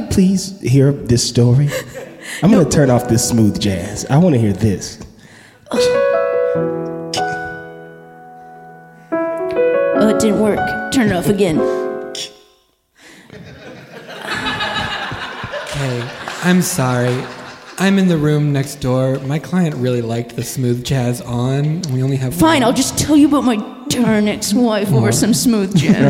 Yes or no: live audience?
yes